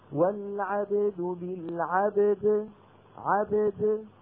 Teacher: نخرج الباء مقلقلة والدال مقلقلة بدون سرعة